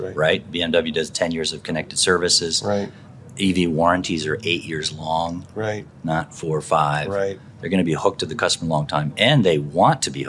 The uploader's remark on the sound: Filmed live at the Consumer Electronics Show 2024 (CES 2024). In the podcast studio at the Sonatus booth.